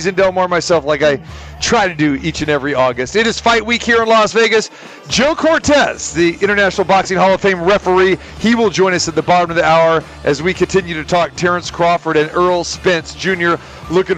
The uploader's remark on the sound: Live from the Super Book at the Westgate Las Vegas